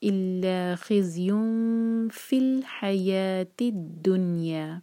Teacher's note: یا پر جو دمتین ہے یہ اخفاء کی نشانی، اخفاء فاء کے لیے زبان تیار کریں گے